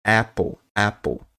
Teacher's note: Esse é é com a boca fechada. Já o é de maçã no inglês é bem aberto · Term: som bem aberto